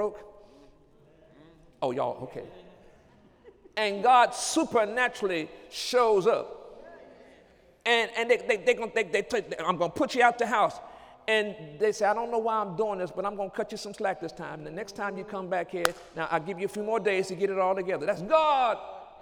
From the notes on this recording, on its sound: During Sunday morning service